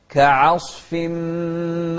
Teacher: العين مرققة وبعدها الصاد مفخمة